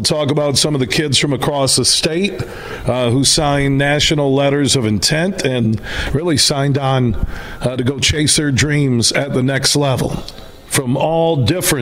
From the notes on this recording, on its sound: Today we're broadcasting live from the Ada Indoor Country Club on Pettis in Ada, as they've got three awesome Golf simulators and they're hosting the Huge Show's long drive competition.